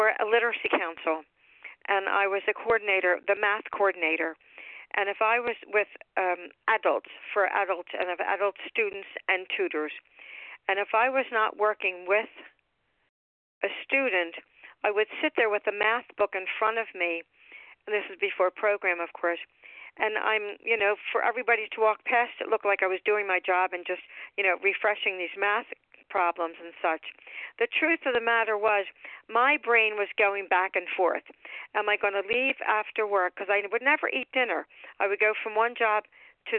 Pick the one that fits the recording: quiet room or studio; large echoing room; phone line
phone line